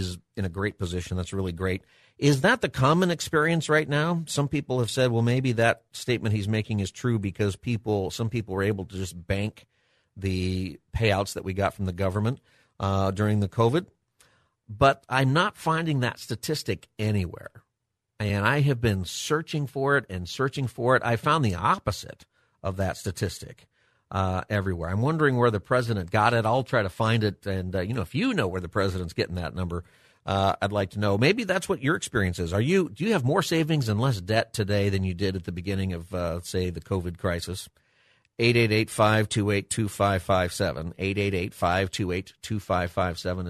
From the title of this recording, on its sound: Open Phone Friday